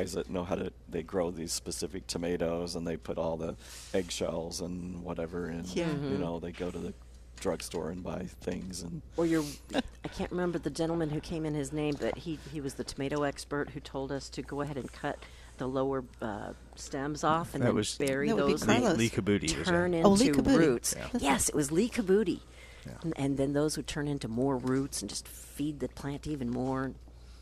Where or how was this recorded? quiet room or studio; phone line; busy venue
busy venue